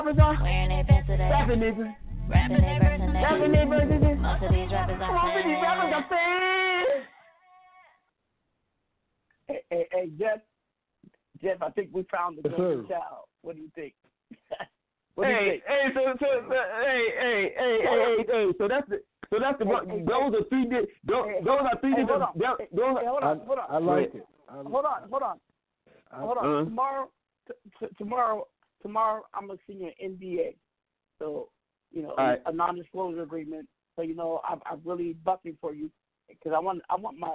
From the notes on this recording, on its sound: We have invited various people to call